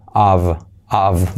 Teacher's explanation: la F cuando va sola se pronuncia con V